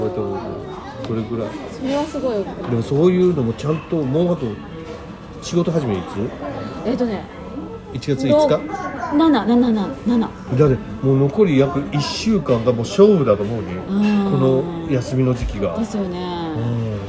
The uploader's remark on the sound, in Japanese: 最後の収録を某ファミリーレストランにて